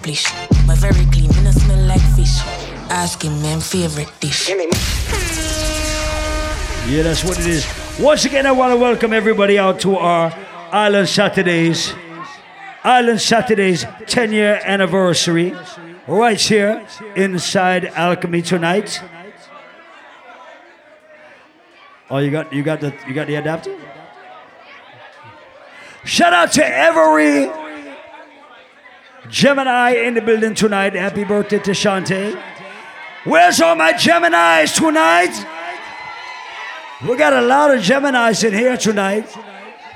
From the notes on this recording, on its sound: LIVE AUDIO! ISLAND SATURDAYS 10YR ANNIVERSARY. Live audio recording from June 17th.